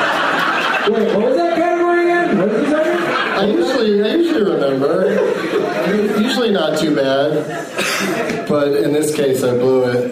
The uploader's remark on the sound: the audio from the game portion of his stand-up show at The American Comedy Co in San Diego, CA